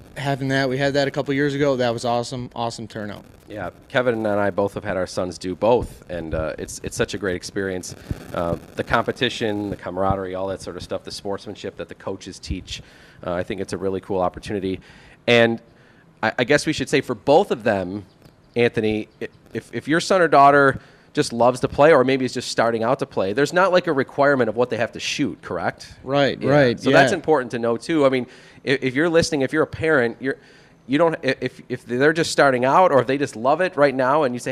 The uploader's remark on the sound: The gang is live from Glen Oak Golf Club!